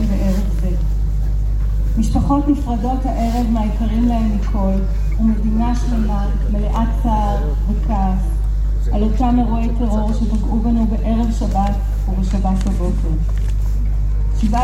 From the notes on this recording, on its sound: Recordings from the Israeli protests. Judicial reform protests open with minute of silence for terror victims, recordings from the protests.